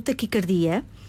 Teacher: Esta palavra pronuncia-se com o A fechado, taquicardia.